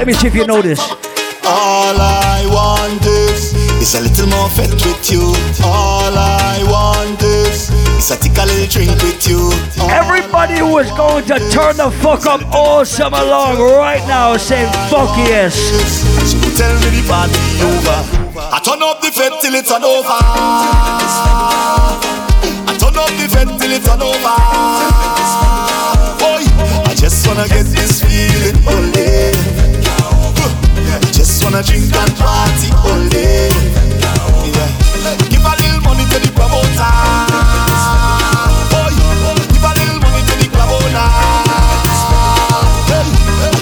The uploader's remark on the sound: Live audio recording from my set at Island Saturdays on April 30th.